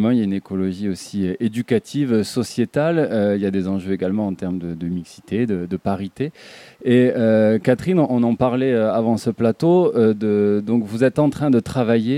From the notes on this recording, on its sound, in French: Nous étions en direct du jardin du Zef - Gare Franche, dans le 15e arrondissement de Marseille, dans le cadre de la semaine Nature & Biens Communs.